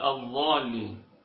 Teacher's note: فتجد مثلا البعض يقلب الضاد إلى ظاء